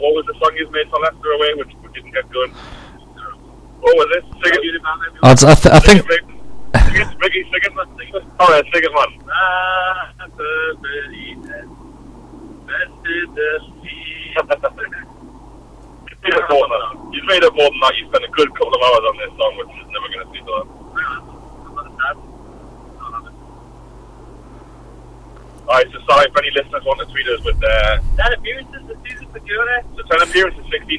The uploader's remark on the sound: Limited Quality live show from the Car Journey down to Norwich.